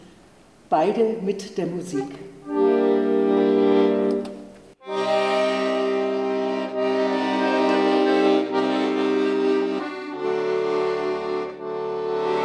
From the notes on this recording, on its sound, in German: Mitschnitt der Veranstaltung am 10.12.2022 in der Aula der Gertrud-Luckner-Gewerbeschule